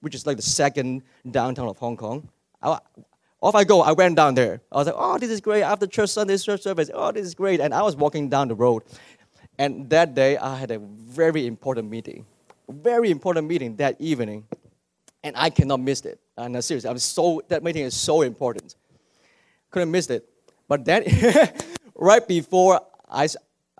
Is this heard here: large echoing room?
yes